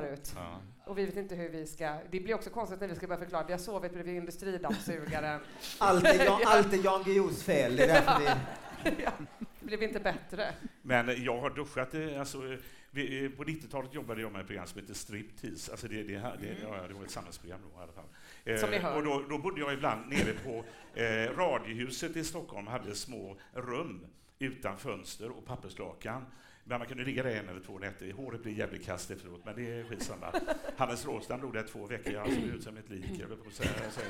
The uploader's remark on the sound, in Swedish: Live i Göteborg!